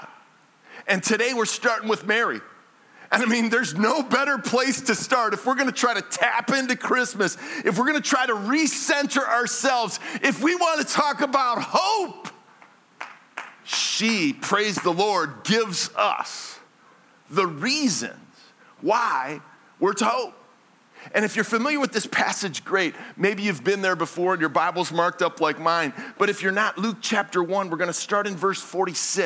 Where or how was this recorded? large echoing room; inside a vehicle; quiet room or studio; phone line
large echoing room